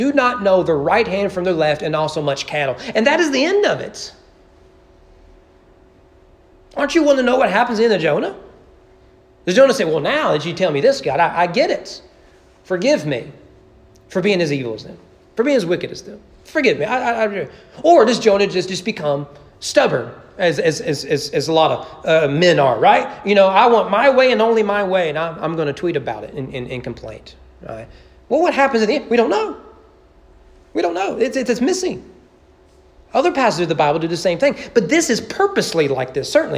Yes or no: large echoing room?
yes